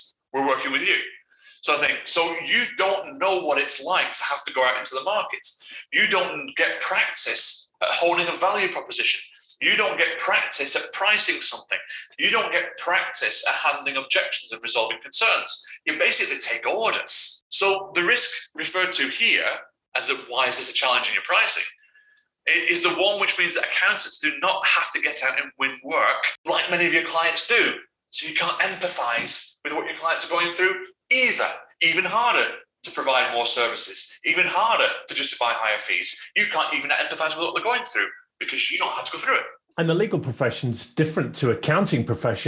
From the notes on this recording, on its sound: APOLOGIES FOR THE SOUND QUALITY ON THIS RECORDING